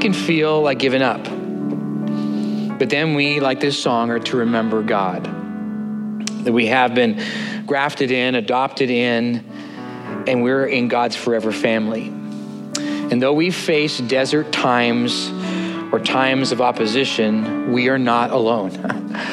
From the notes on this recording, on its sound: at Neighborhoodchurch of Cypress on 08/20/2023